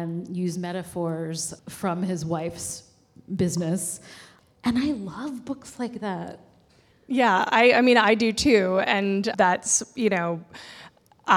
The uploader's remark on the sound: Live at P&T Knitwear in New York City. Live at P&T Knitwear in New York City.